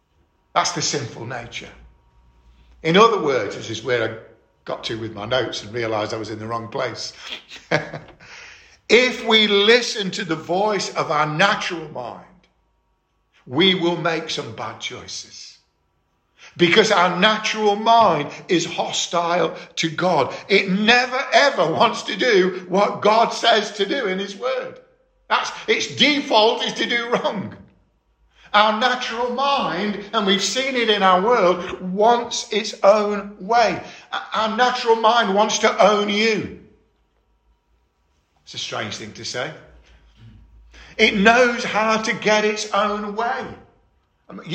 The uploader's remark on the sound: 13 February 2022 - Estuary Elim Church Rayleigh Morning Service